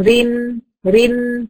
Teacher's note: الراء المرققه برضه بقى من مخرج الراء من امام طرف اللسان، واقصى لسان بيستفل عشان يجيبها لي ايه مرققه